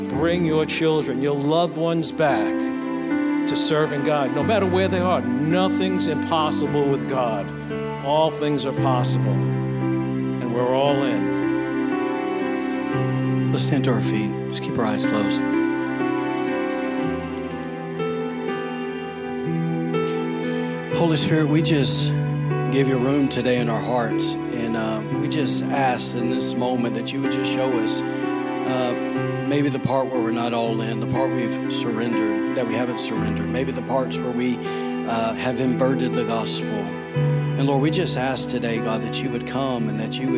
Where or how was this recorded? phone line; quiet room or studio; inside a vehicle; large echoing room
large echoing room